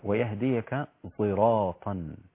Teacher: الإمام حمزة الكوفي، قرأ بصاد مشمه بالزاي